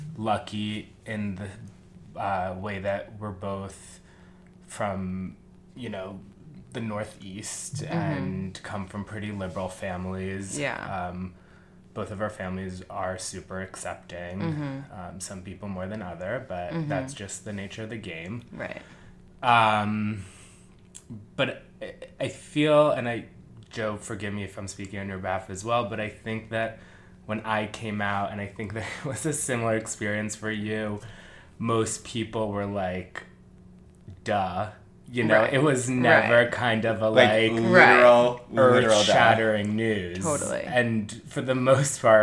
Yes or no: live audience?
no